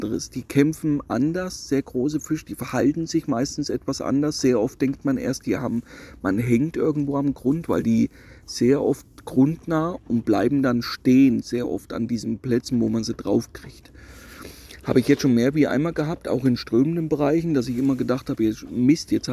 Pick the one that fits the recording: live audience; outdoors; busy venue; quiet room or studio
outdoors